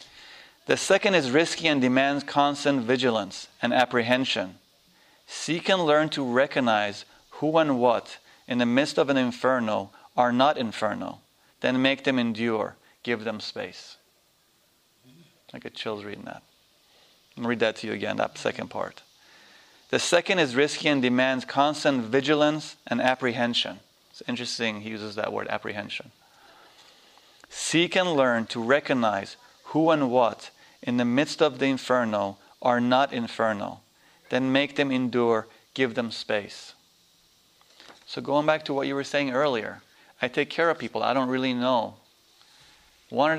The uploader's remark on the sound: This workshop was recorded on August 8, 2010, at Omega in Rhinebeck, NY. This is the third day of a three-day workshop.